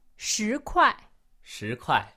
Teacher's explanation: 他去. What about second tone and then fourth tone, which is rising and then falling